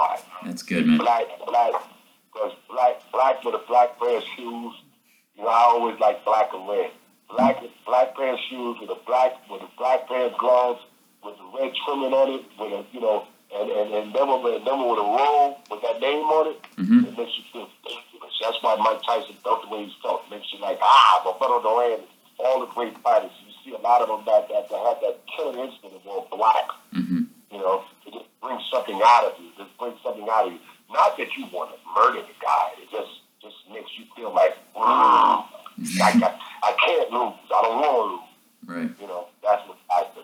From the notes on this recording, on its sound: phone interview